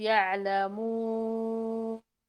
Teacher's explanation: الواو المادية مثلا إذا قلت يعلمون، بإمكاني إني أزيدها مثلا حركتين، أربعة، ستة